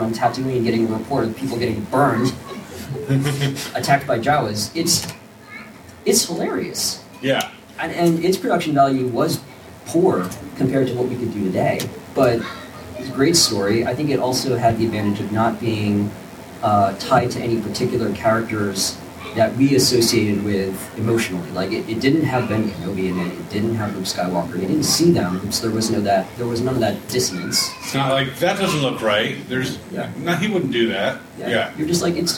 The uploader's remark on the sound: A Farpoint 2019 Con Panel